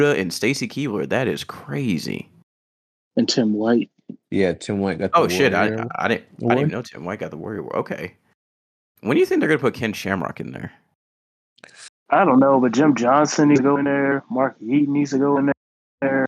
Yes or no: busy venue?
no